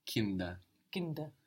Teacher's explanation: And the R on Kinder is not really pronounced.